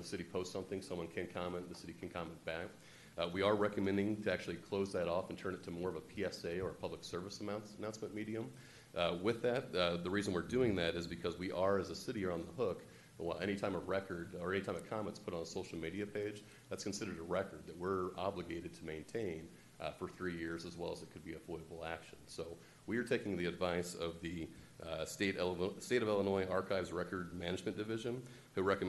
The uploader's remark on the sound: This is a live recording of the Collinsville City Council from February 8, 2022.